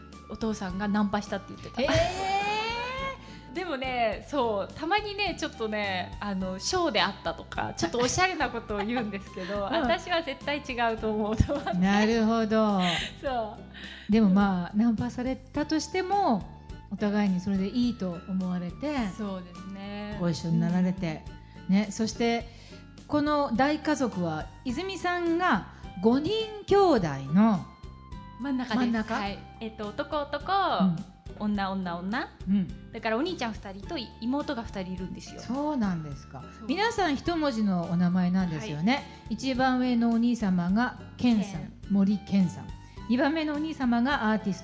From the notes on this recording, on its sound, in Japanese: 公開収録